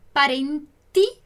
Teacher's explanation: é um som bem seco da letra T